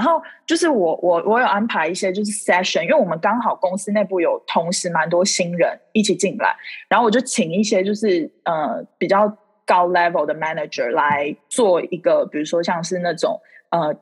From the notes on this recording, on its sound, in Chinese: Zoom拉近你我之間的距離。第一次在Zoom上面錄Podcast，其實滿有趣的！不知道為什麼聲音聽起來不一樣，特別有磁性。